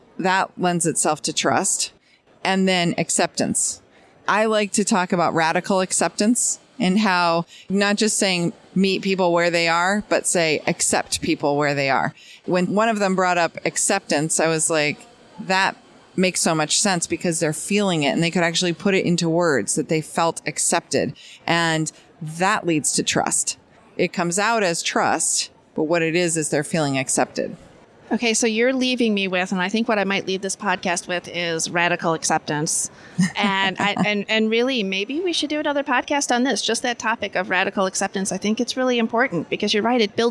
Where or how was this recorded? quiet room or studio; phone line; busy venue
busy venue